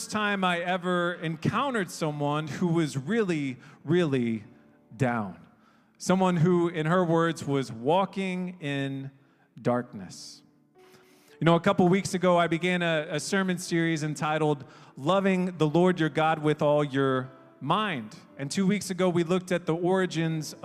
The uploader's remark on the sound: We are an international, English-speaking Christian church made up of people from all around the world. Sermons preached during our church service.